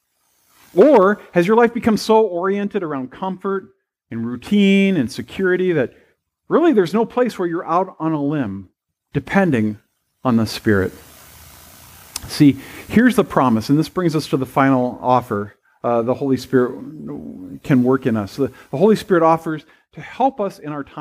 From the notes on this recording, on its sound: at First Presbyterian Pine City on Sunday, August 14, 2022.